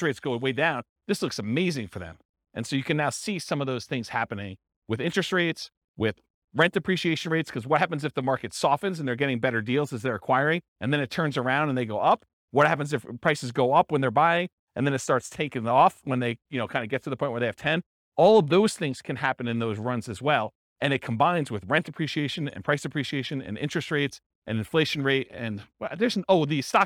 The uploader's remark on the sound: This was a live class recorded